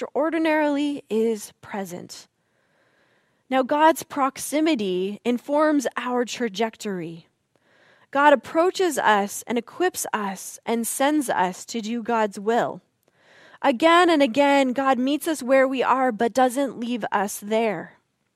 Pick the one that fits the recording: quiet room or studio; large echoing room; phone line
large echoing room